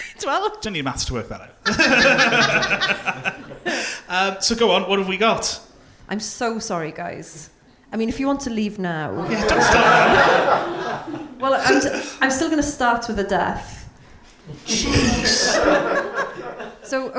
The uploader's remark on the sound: it was all live at the Aberystwyth Comedy Festival.